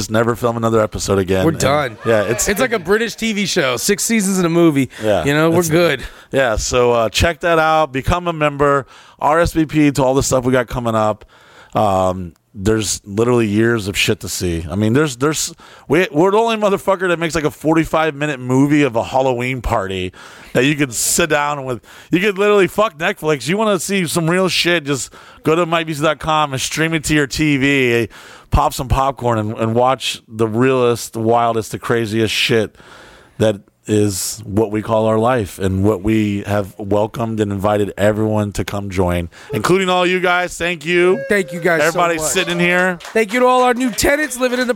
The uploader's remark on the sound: Live From St. Patrick's Day Weekend. A live studio audience.